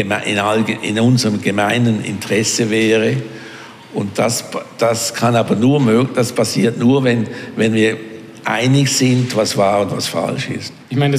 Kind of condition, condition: setting, live audience